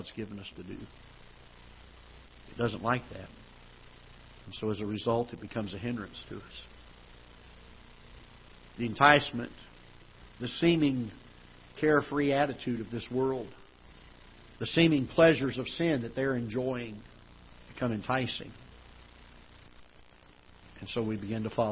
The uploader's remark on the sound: Ketha Heights Baptist Church ~ Live Broadcast